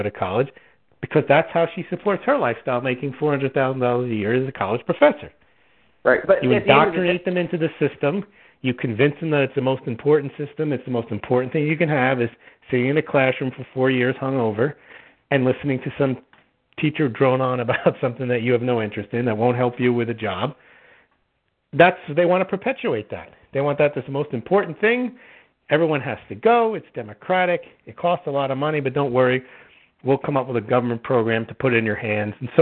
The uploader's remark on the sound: Real Estate 360 Live Call.